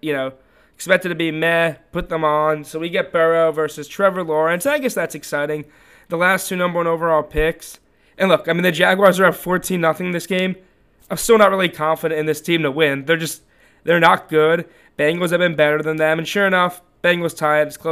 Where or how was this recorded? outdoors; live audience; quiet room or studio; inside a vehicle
quiet room or studio